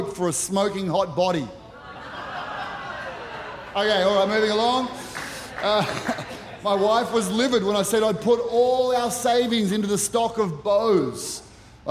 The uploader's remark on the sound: Recorded during our 9am service on Sunday, the 3rd of September 2023.